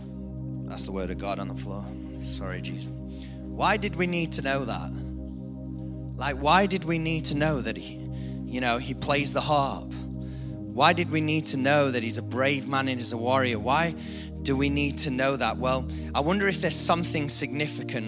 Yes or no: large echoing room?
yes